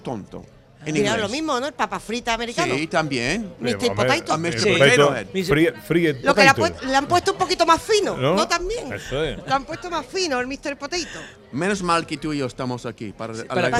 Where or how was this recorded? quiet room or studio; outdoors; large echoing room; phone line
outdoors